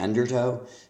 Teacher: When you talk about getting pulled in by the undertow, the stress is on the first syllable of undertow, not undertow.